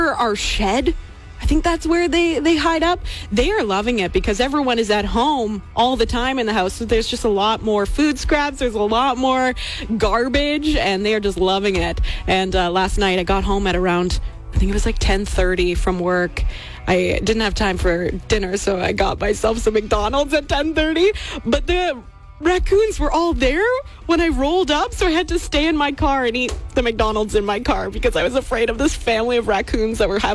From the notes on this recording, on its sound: We catch up via phone